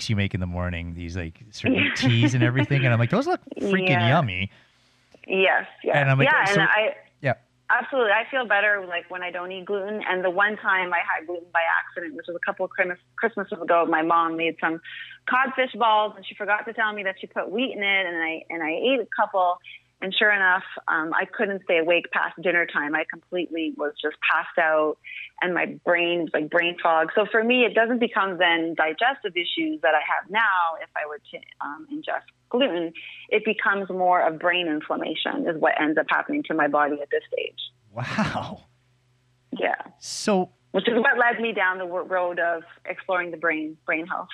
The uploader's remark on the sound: an incredible phone call